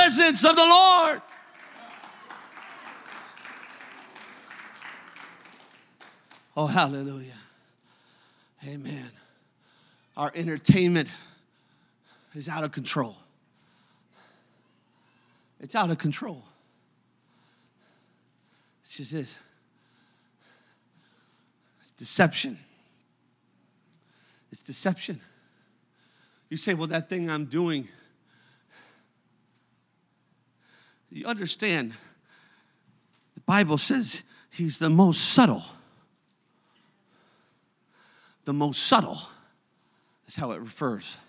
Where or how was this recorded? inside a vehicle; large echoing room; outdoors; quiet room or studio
large echoing room